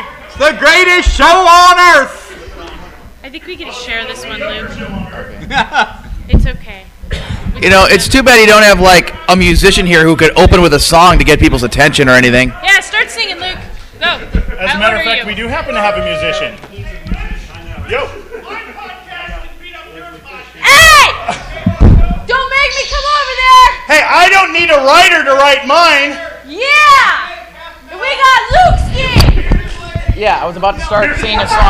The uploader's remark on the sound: RotO Panel from ConCarolinas 2004. Sorry about the audio quality. It was our first time recording a live panel.